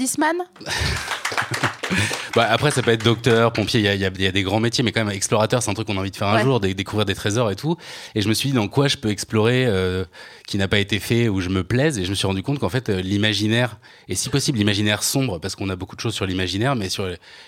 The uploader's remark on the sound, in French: Cet épisode a été enregistré le 13 avril 2019 à La Nouvelle Seine (3 Quai de Montebello, Paris 5e)